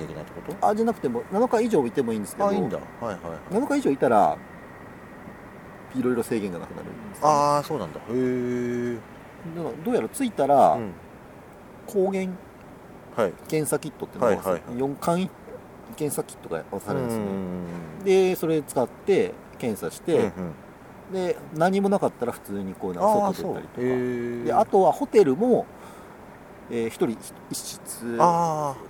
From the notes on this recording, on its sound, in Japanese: 今回の収録は札幌大通公園で